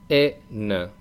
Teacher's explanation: en el femenino no hay ninguna nasal, es como una E española más una N